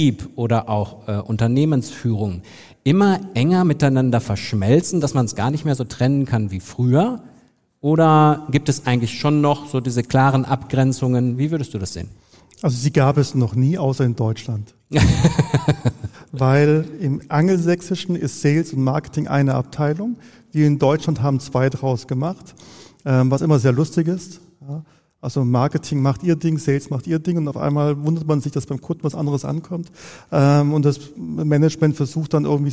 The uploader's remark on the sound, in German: Spezialfolge Live vom Online Marketing Day. Die Folge wurde mit live Publikum beim Online Marketing Day 2023 in der Soester Stadthalle aufgezeichnet.